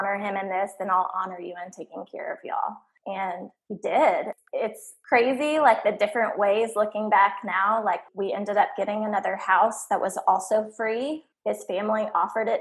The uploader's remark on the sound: Due to COVID19 and online recording, sound quality is a work in progress.